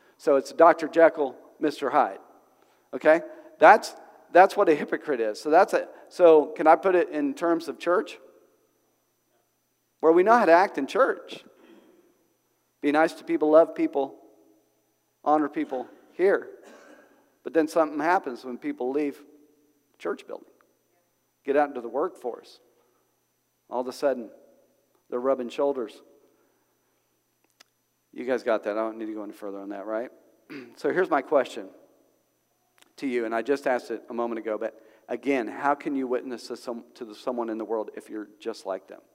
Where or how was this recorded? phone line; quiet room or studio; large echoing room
large echoing room